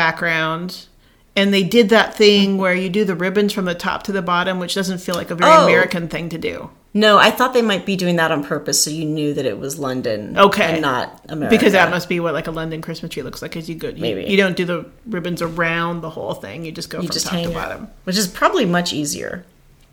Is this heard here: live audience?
no